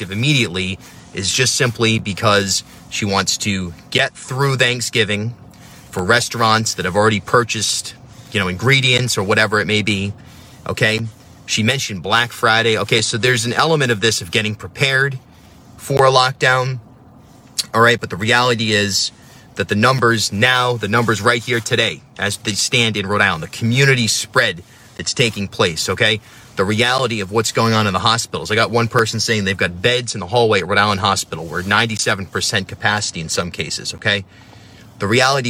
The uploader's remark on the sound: video that I made from my van